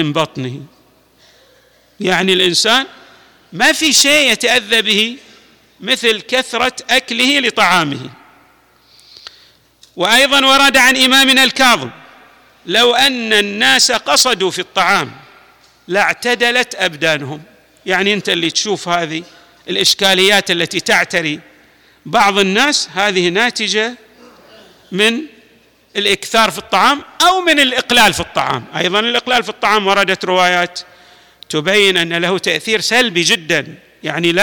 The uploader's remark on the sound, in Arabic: تسجيلات جامع الامام علي عليه السلام الأحساء المبرز